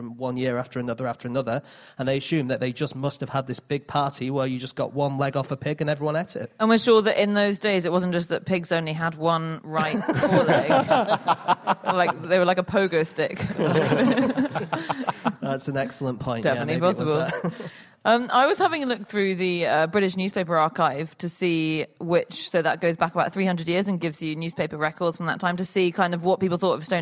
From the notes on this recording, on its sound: Live from The Junction in Cambridge